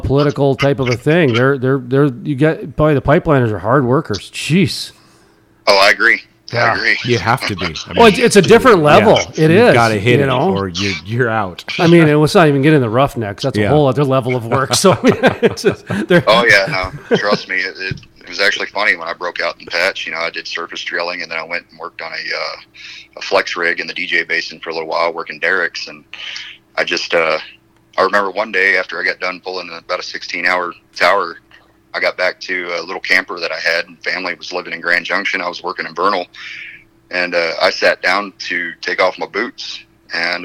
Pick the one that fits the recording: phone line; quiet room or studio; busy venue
phone line